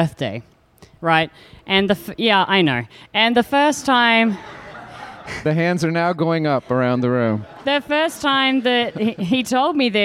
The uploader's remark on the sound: Some audio recorded in the Disco with fellow podcasters WeGottaThing.